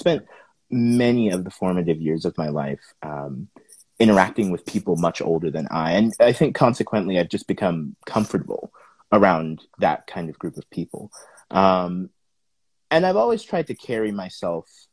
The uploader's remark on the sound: Recorded on 23 July 2022 on Instagram Live